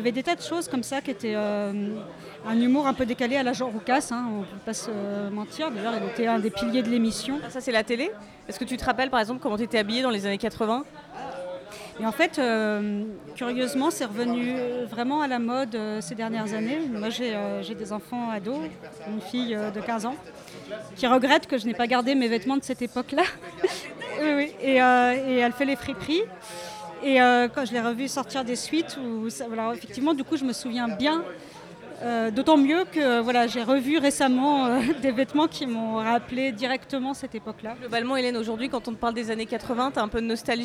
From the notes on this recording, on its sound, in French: A promené son micro lors du live de Podcut le 14 septembre à Paris.